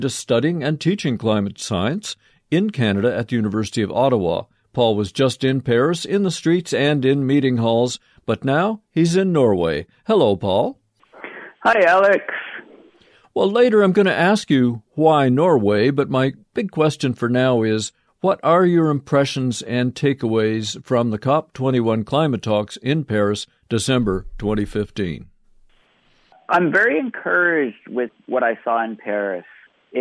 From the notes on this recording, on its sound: I want you to hear an extraordinary teleconference.